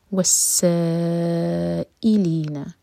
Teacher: سا چار حرف کا لمبا، ای پر کٹ آف ساؤنڈ